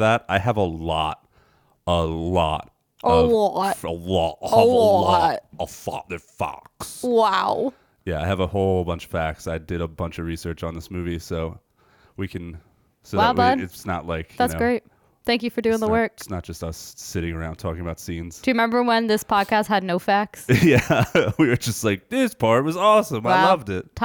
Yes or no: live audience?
no